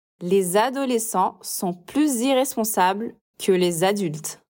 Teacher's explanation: Aí, a gente faz a liaison, a ligação, com o som de Z